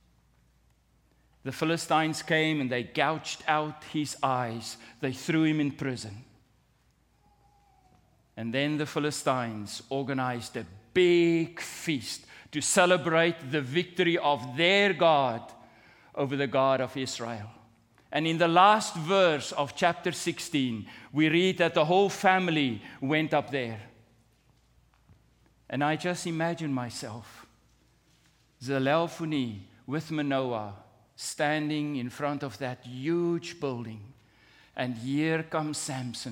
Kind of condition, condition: setting, large echoing room